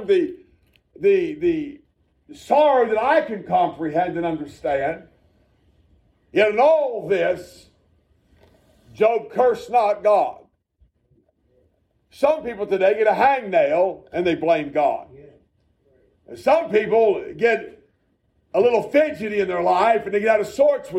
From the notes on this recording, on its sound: A message preached at Shippensburg Independent Baptist Church.